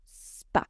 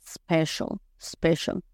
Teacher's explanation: lo que vamos a hacer es quitarle esa E que nosotros le metemos en una E imaginaria y pronunciarlo spa